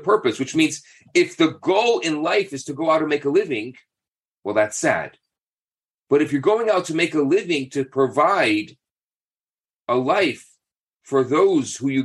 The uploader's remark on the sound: Thursday Morning Class. On ZOOM.